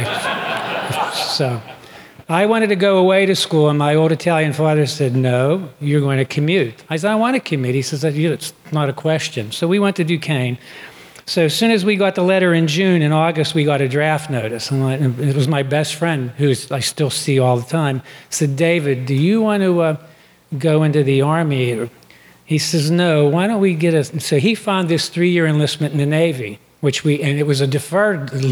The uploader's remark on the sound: Listen to the stories and voices of local veterans recorded live August 17, 2016 at Memorial Park Presbyterian Church in Allison Park, Pennsylvania.